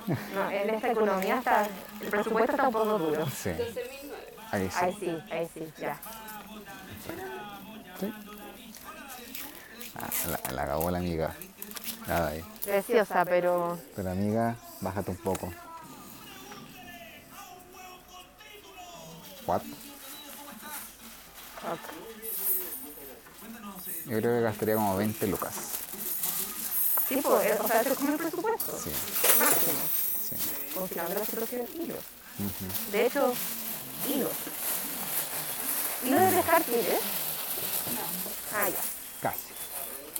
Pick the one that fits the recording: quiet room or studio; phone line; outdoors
outdoors